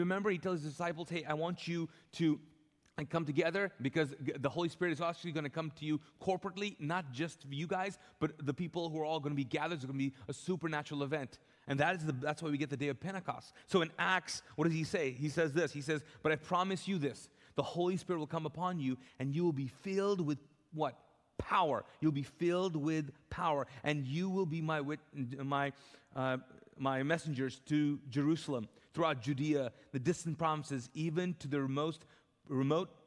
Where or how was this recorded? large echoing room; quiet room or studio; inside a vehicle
large echoing room